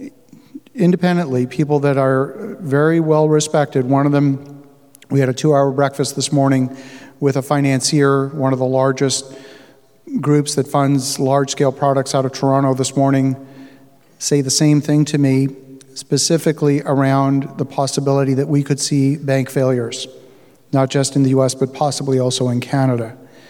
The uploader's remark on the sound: Live From OREIO. Today's show is a live talk given earlier this week at the Ottawa Real Estate Investors Organization.